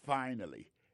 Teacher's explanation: Accent tombé sur le premier syllabe.